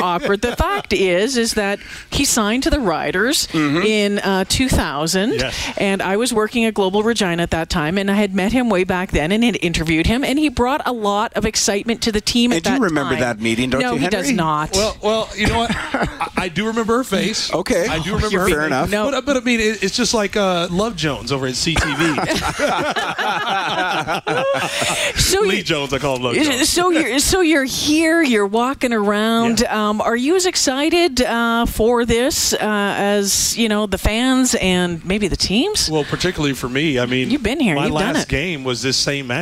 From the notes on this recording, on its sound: Broadcast live from the 630 CHED Information Centre at the 2018 Grey Cup Festival.